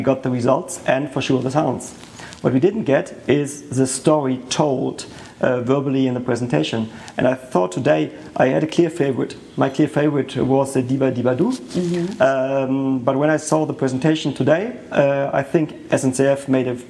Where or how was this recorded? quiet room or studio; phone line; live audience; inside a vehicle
live audience